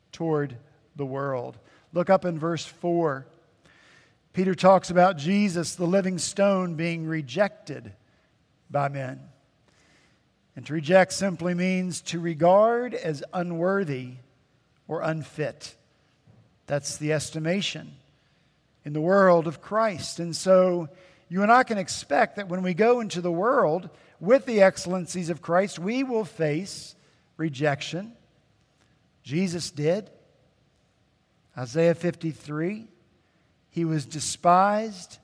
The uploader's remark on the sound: At Redeemer Presbyterian Church in Charleston, SC